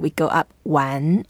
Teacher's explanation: the second tone, we go up